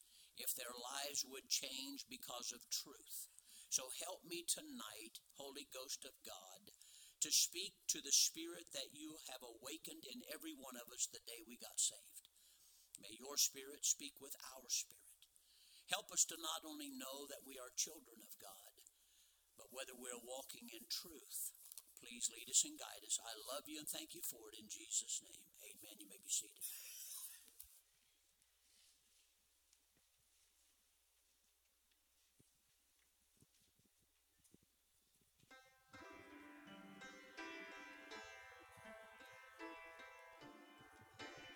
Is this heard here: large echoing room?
yes